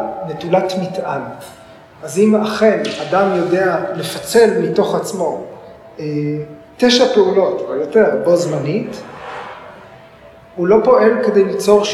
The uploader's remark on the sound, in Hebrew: כפי שהוקלטה במפגש בבית האמנים